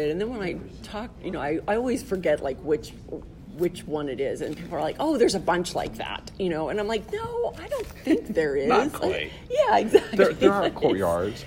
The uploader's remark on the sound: This interview took place during the AIA Conference in Las Vegas in 2019.